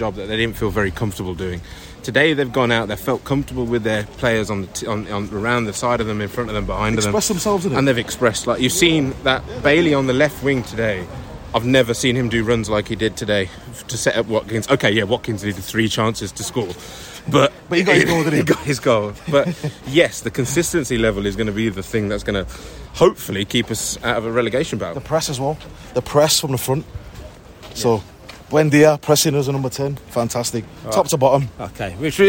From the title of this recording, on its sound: post-match podcast from the stands